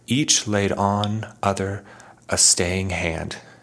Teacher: The O in the first syllable of other has more emphasis than the word on.